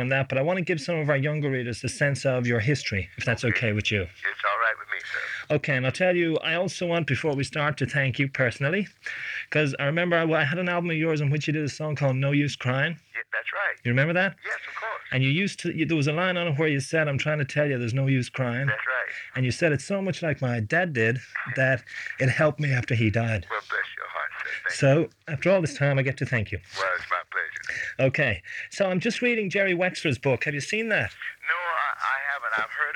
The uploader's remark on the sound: This was only a phone chat